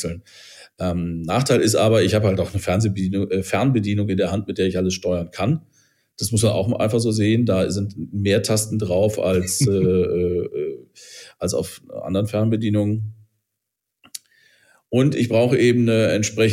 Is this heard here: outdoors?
no